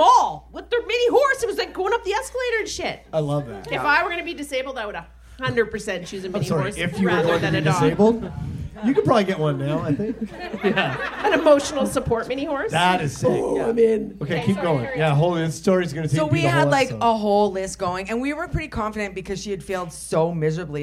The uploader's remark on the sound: Live From The Langford Legion! Our 3rd live show.